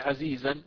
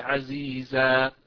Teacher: أبدلت تنوين الفتح ألفا عند الوقف عليه وأمده بقدر حركتين اثنتين · Shown in: second take